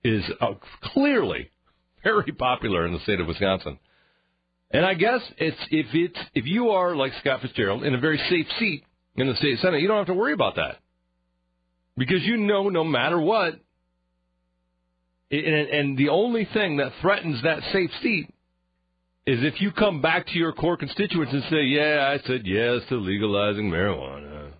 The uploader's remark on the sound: Some people called in to tell him get out of town